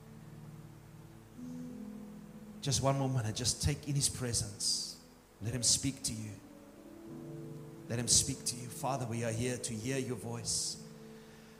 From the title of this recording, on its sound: Morning service 28 January 2024